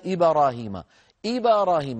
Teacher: هذه الباء صارت شبه مفتوحة، صارت شبه مفتوحة وأحيانا تصير مفتوحة